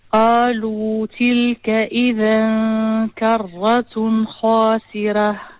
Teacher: لحظة، قالوا من مد زيادة، قالوا مد طبيعي، مد مقدار حركتين لا أكثر